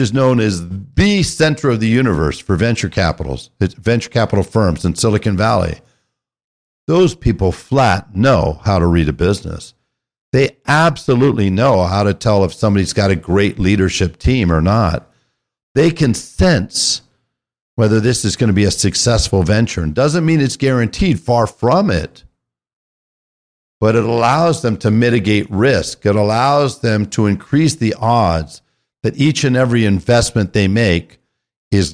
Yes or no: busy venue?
no